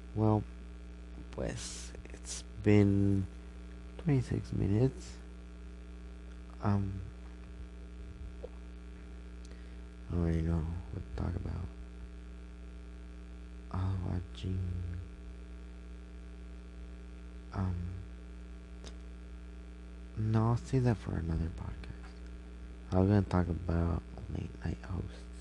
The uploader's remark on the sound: Sorry for the buzzing noise I probably plugged it in wrong or maybe cause my phone was charging.